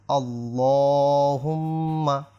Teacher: হ্যাঁ, আসলে আল্লাহ শব্দের লামের পূর্বে যদি জবর অথবা পেশ হয়, জি, তাহলে আল্লাহ শব্দ লাম এটা পুর হয়, অর্থাৎ মোটা করে মোটা করে পড়তে হয়